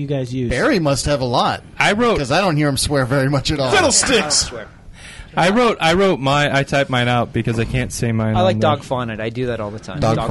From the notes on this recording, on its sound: All this recorded live at Maui Comics & Collectibles.